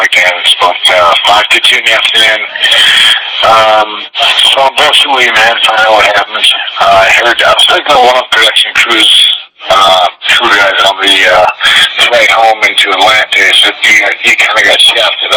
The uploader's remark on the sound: THE FULL CALL WITH AMBIENT BACKGROUND NOISES. YOU CAN HEAR SOMEONE OFF TO THE SIDE AND NOISE IN BACKGROUND LIKE DRAGGING SOMETHING. THE AUDIO IS NOT TERRIBLY CLEAR AT POINTS. CLIP NUMBER 5 IS THE ORIGINAL PHONE CALL IN ITS UNEDITED FORM. AMBIENT BACKGROUN NOISES AND THE SOUNDS OF DRAGGING ON THE FLOOR OF SOMETHING. NOT TOTALLY CERTAIN DUE TO AUDIO NOT BEING PRISTINELY CLEAR.